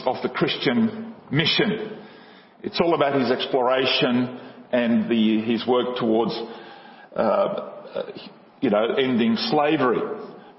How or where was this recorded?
large echoing room